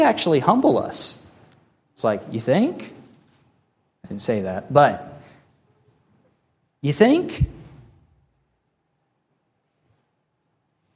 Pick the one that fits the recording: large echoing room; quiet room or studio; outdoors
large echoing room